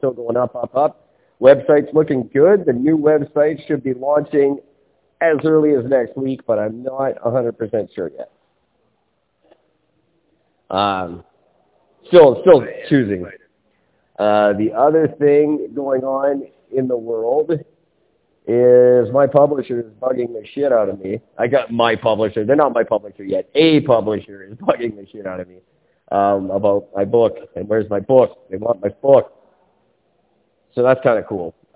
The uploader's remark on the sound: Plagued with audio problems like last year and horribly sleep deprived.